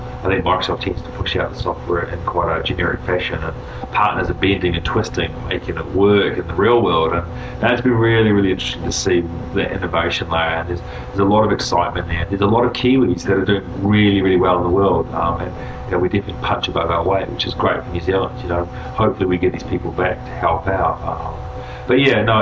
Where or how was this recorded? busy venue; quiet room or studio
busy venue